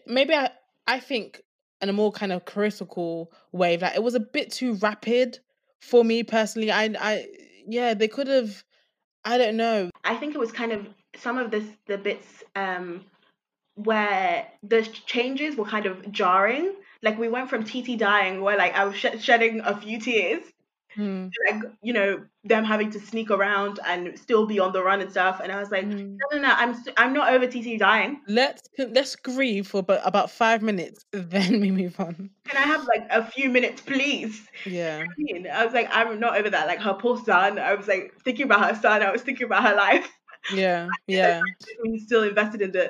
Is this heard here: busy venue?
no